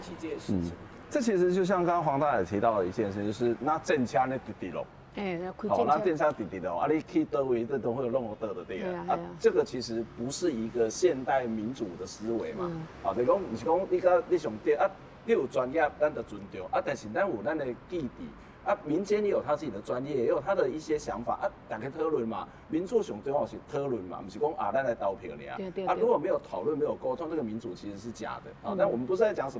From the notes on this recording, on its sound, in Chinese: 本集節目因於鐵軌旁錄製，環境音會比以往節目大，請聽眾朋友諒解。